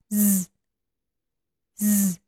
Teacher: 双唇微微张开，舌端靠近上齿龈，气流从舌端和齿龈间通过，形成摩擦音，声带震动 · Term: 摩擦音 z